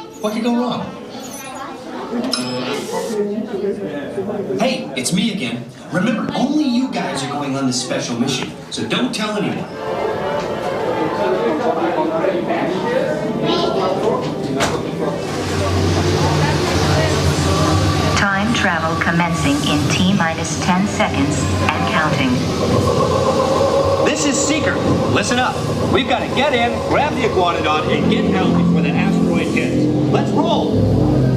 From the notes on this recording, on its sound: PARK MUSIC: Dinosaur Ride Audio. Enjoy the ride audio from Dinosaur.